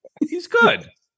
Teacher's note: And you say, you have to say it with surprise in your voice a little bit too. You gotta tone up on the end.